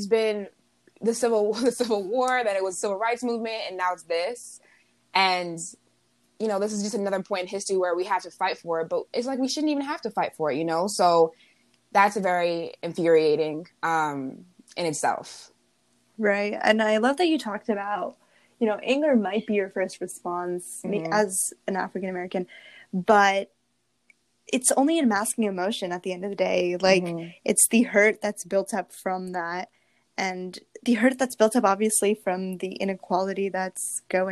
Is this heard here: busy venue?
no